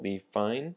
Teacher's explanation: the word define has the emphasis on the second syllable, the fine